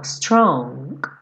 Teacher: Tem um acabamento muito leve desse G no final.